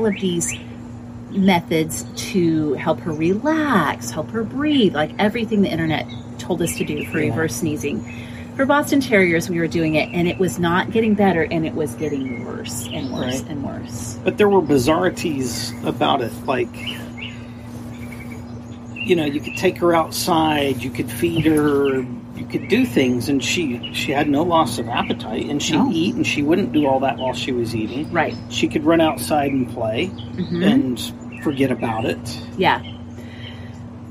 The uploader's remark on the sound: background noise conquers the day’s effort